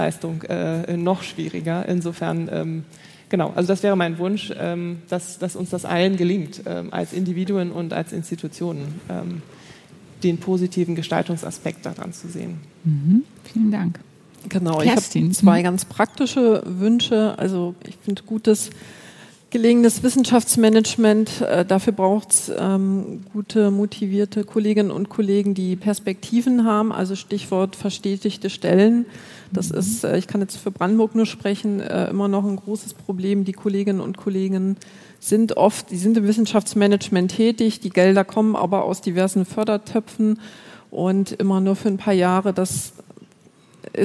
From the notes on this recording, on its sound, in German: Podiumsdiskussion Jahrestagung Netzwerk Wissenschaftsmanagement. September 2023 aufgenommen. An die Firma Kranz Live für die Unterstützung bei der Aufnahme.